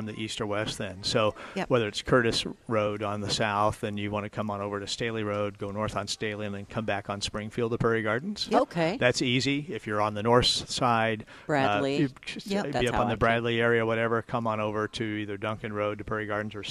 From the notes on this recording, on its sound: Every Saturday live from Prairie Gardens.